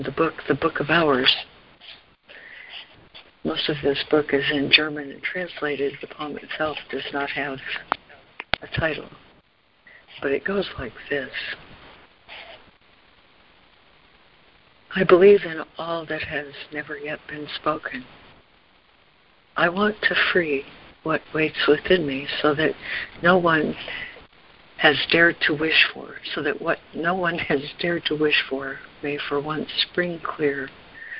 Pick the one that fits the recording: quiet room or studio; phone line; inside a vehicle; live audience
phone line